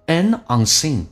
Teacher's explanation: an unseen 叫 anunseen，连在一起变成 towards an unseengoal，看不到一个目标进行迈进。